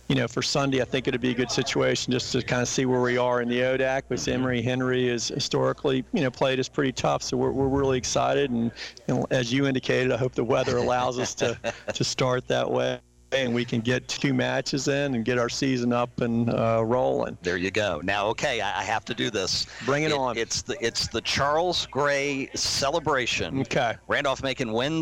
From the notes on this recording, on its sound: Live from SportsPage Grille Ashland.